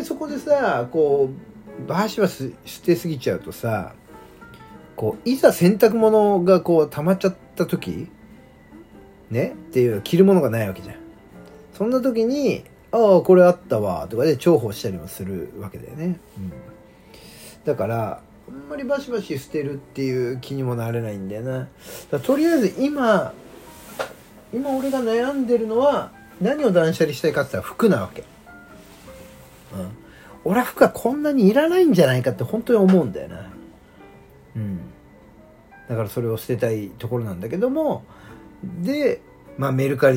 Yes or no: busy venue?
no